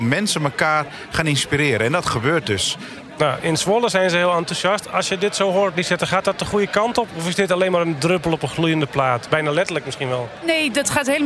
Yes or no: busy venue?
yes